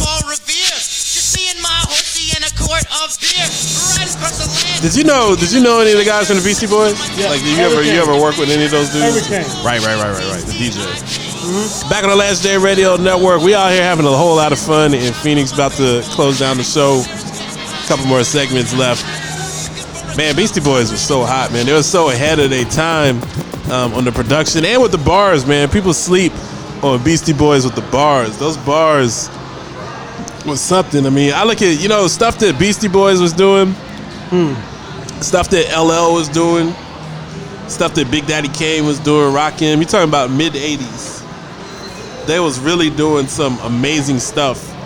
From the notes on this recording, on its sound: Live From Dave & Busters